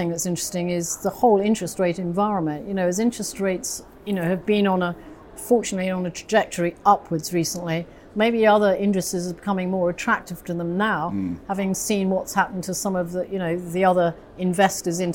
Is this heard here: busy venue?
yes